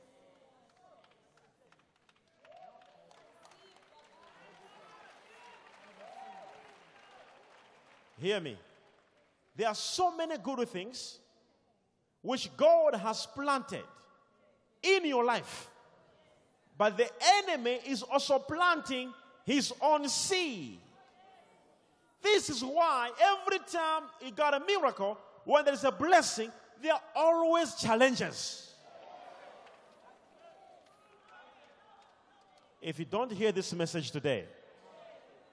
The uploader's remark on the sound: Sunday Service LIVE